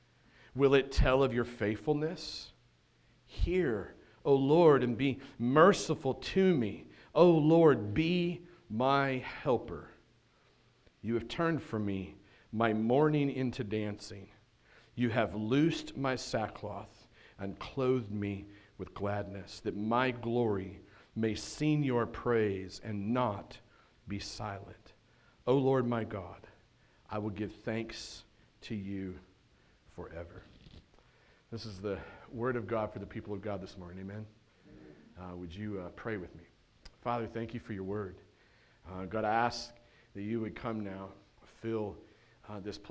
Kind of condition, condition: setting, large echoing room